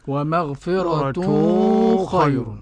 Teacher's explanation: نفخم الغنة عشان الخاء مفخمة · Term: الإخفاء